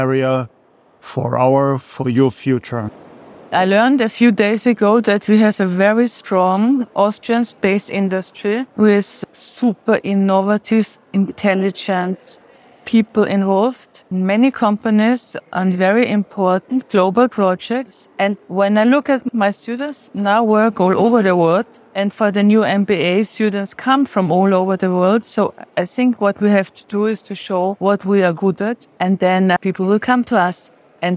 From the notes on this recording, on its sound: During the opening of the exhibition Room with a View in the Science Corner at the Technical Museum in Vienna in March 2023. Space Café Radio - Room with a view.